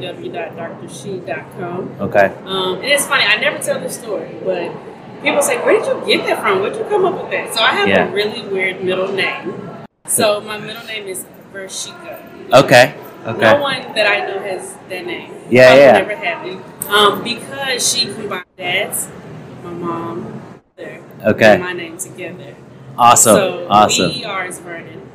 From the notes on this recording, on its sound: This episode is a collection of conversations that took place at the innovate conference in St. Louis, MO.